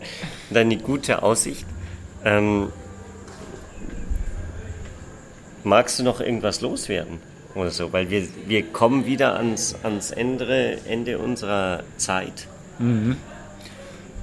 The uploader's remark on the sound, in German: Live aus China. Unser neues Format "Hydrogen Bar Live" stellt persönliche Zwiegespräche von Angesicht zu Angesicht in den Vordergrund - live und ungeschnitten. Im gemeinsamen Urlaub am südchinesischen Meer.